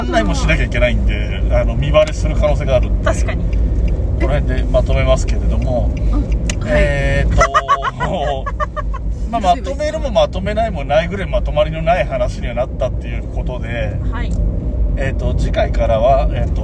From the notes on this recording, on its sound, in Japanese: 尚、ドライブ収録ですので、音質につきましてはご容赦ください。